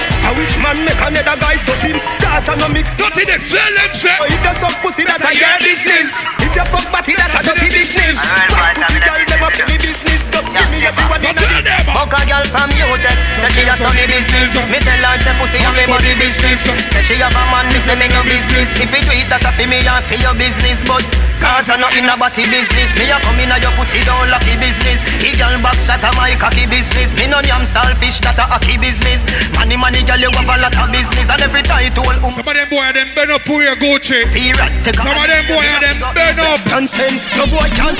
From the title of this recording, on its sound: LIVE AUDIO